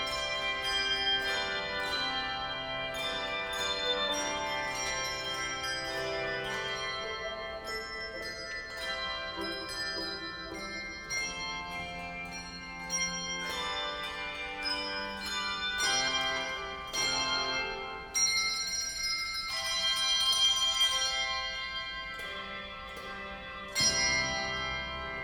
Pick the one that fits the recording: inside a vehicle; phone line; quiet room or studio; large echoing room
large echoing room